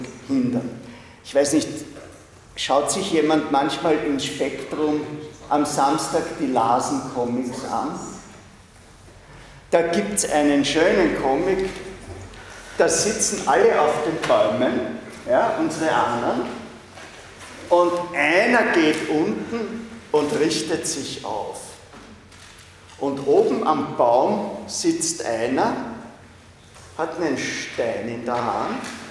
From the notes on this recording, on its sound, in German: Diese Vorlesung wurde von Studierenden aufgenommen